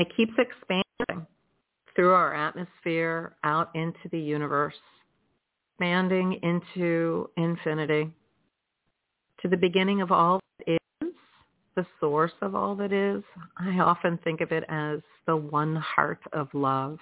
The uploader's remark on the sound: in response to callers' questions